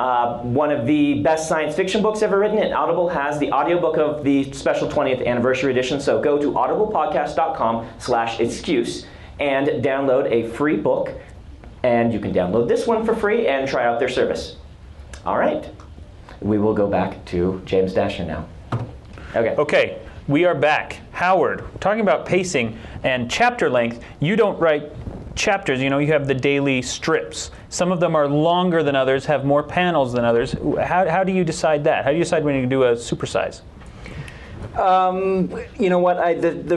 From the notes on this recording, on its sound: This episode was recorded live at Life, The Universe, & Everything 28, The BYU Symposium on Science Fiction and Fantasy, and features, among other things, our largest audience ever.